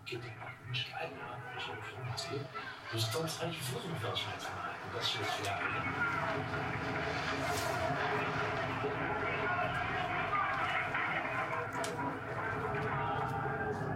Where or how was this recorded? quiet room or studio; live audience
live audience